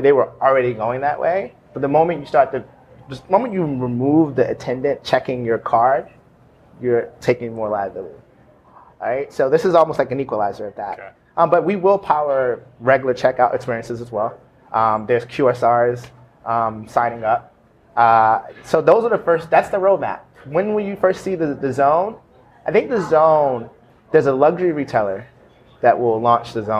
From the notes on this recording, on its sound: Live from Groceryshop